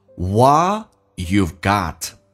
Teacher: 没有连音，因为强调 you 这个单词